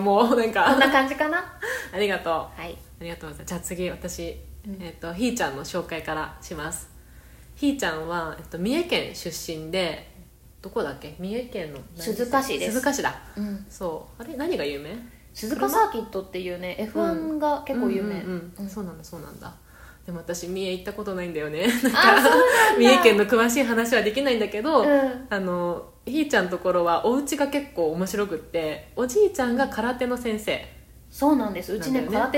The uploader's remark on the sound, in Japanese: マイクの調子が悪く音質悪くてすいません。